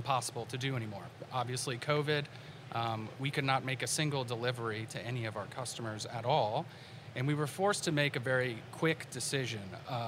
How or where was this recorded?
busy venue